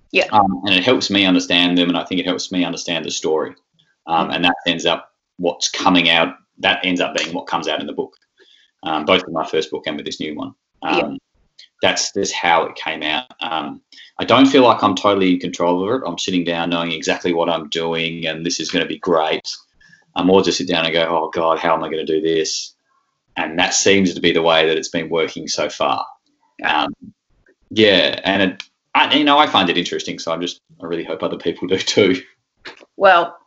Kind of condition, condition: link, video call